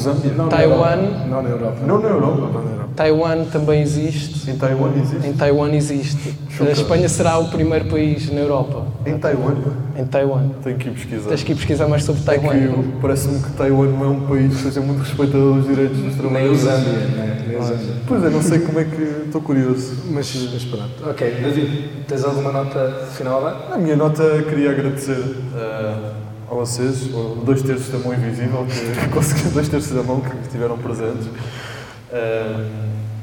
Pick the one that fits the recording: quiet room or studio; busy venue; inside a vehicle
busy venue